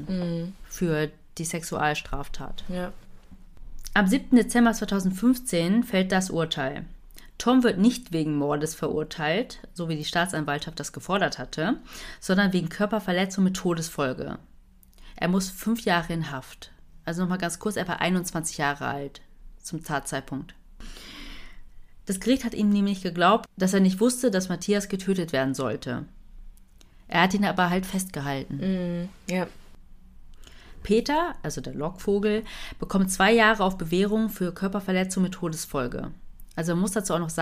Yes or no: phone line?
no